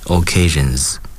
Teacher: 结尾的发音是 z，因为它的这个倒数第二个音节是浊辅音